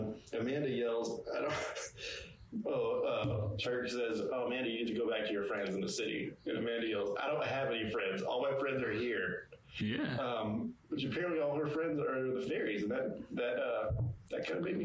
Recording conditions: poor microphone